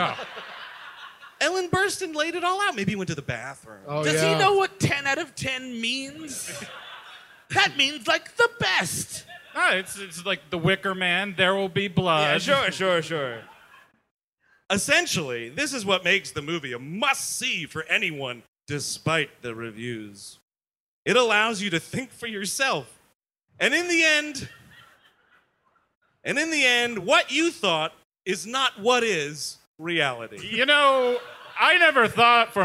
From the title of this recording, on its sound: Live at the Gramercy Theatre